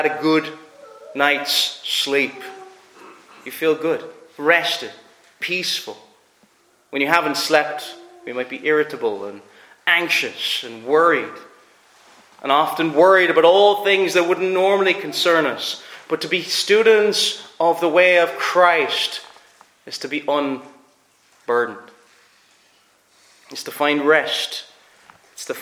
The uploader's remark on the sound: Preached at Ayr FCC's Communion.